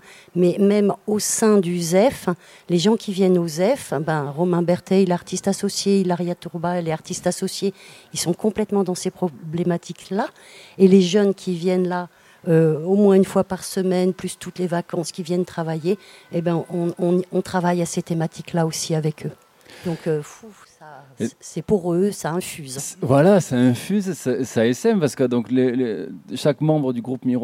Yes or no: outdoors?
yes